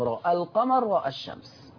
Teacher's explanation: أما لو أنت وصلت فالألف هتحذف لالتقاء الساكنين، فتضطر تفتح الراء والهمزة كأنك تنطق لحفص عن عاصم